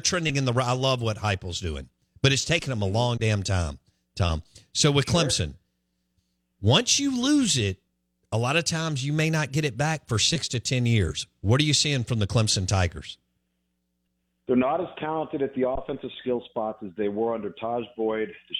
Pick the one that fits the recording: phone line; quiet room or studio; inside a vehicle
phone line